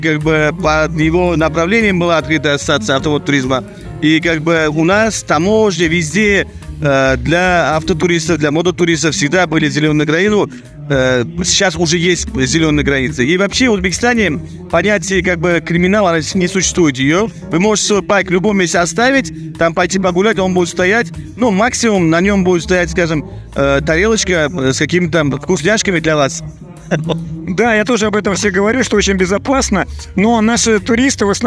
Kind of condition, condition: setting, busy venue